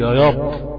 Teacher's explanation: وفي ناس عندها الحرف الراء ناحيه الياء. الراء بتنجرف معهم ناحيه الياء، عشان كده الطفل الصغير ما بيعرفش درجات الانحراف دي، فبيقول مش بيقول يا رب، بيقول يا ياب.